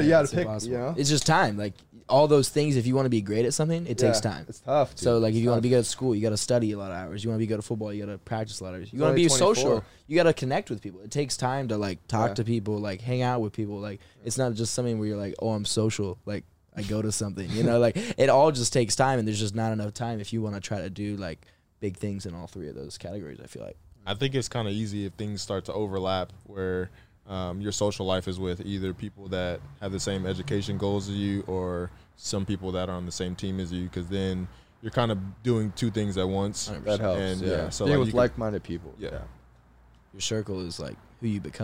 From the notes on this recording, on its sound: in the truck